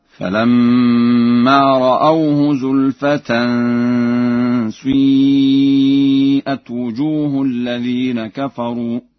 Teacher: قرأ ورش بإشمام كسرة الشين ضما